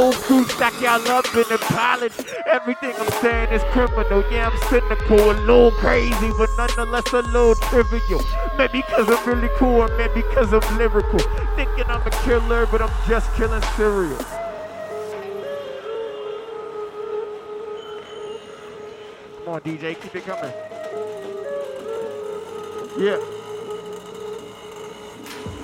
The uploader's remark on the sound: Live from Get Grimey 4/22/17